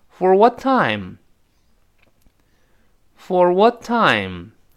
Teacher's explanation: 因为后面有其他辅音嘛，这爆破音就失爆了